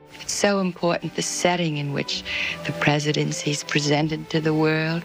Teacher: The unmistakable, breathy voice of Jackie Kennedy